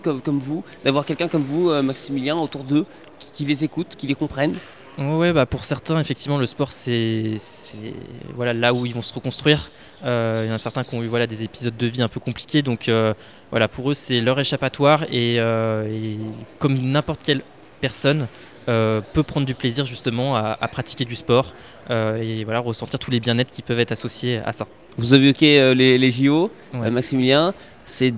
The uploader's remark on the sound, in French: en direct de Roland Garros